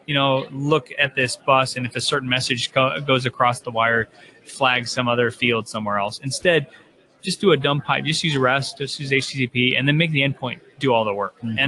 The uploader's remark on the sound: Live from Infotec 2016.